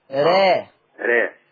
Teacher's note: الإمالة الصغرى اللي هو التقليل وسط ما بين الفتح وما بين الإمالة الكبرى